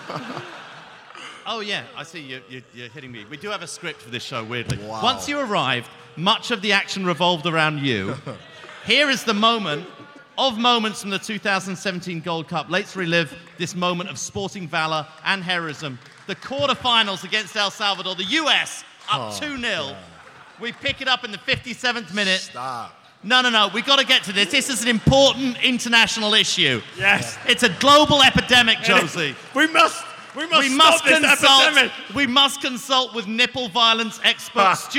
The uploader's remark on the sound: Live at MLS All-Star Week in Chicago. Live from Chicago's Harris Theater.